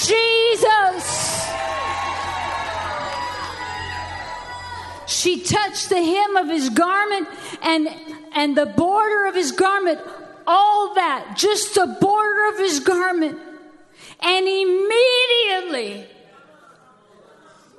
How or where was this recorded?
large echoing room